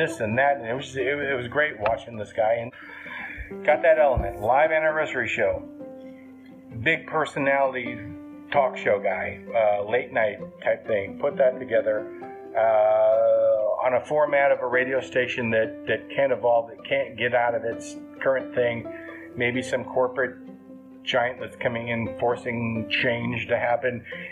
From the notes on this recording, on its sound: Audio is taken from a video - not the best.